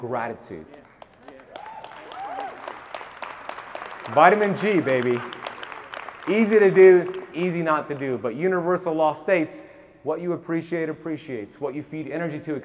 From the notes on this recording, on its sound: 40 minute keynote lecture at KetoCon Austin 2022.